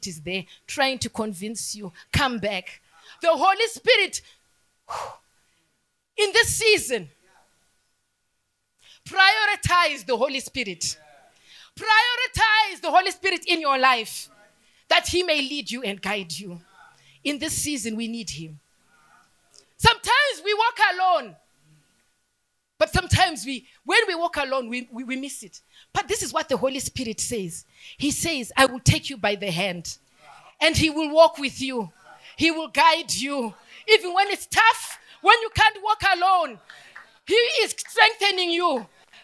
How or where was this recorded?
live audience